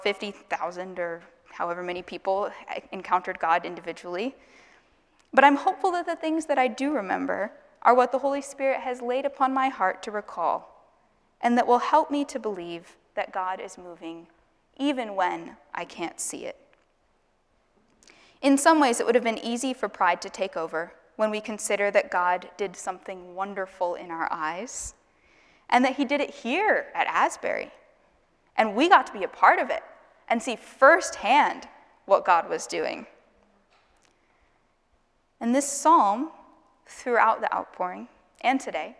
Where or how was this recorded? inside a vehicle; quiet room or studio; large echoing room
large echoing room